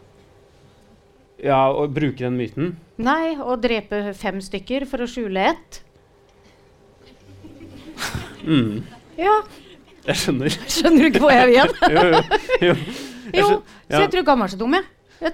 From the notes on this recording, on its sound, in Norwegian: live podkast på et utsolgt Nieu Scene i Oslo